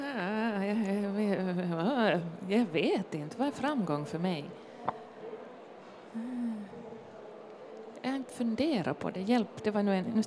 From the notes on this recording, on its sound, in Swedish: LIVE från Bokmässan i Helsingfors. Inför stor livepublik.